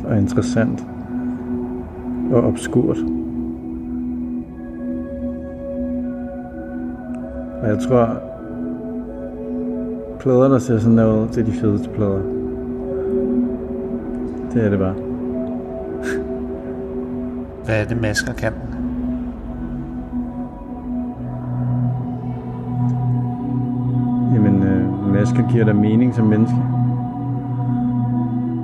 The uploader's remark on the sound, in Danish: Vi tog på Thorvaldsens Museum hvor der udfoldede sig noget helt specielt. Vi gik ind i museets store haller uden at vide hvad vi gik ind til. Vi blev hurtigt overvældet af museets overdådige store rum hvor enhver lyd gav ekko i en næsten himmelsk klang. De store rum hvor der var højt til loftet, befolket af de utallige gigantiske statuer.